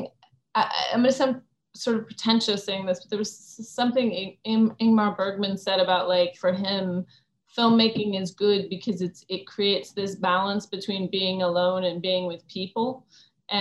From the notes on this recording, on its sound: virtual Q&A